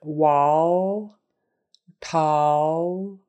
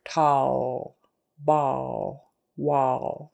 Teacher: L at the end of the word is a little bit different because you just put your tongue up behind your teeth and hold for a second, and then you stop. So, for instance, the word wall, tall, my tongue just stops there.